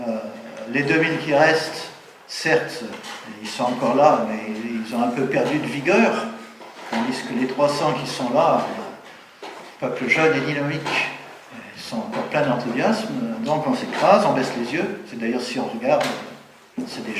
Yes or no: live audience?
yes